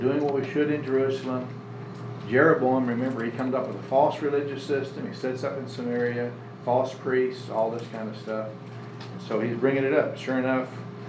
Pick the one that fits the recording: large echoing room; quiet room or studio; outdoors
large echoing room